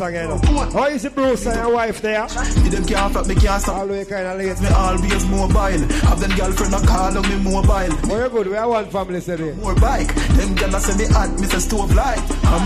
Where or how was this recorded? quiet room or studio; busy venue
busy venue